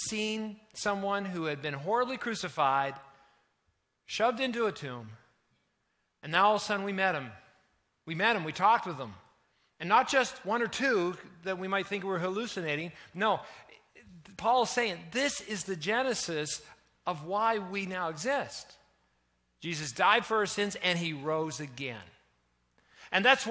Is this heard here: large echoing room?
yes